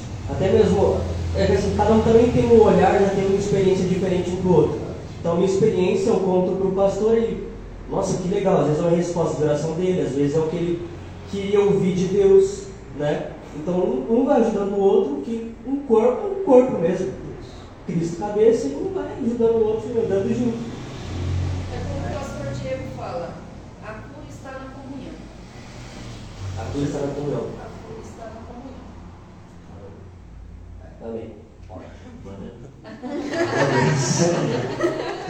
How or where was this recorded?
large echoing room